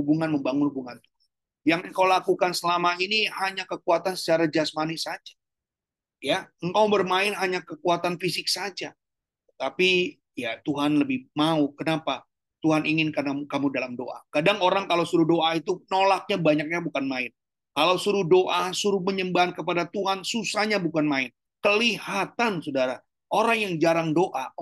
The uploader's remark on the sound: Audio Zoominar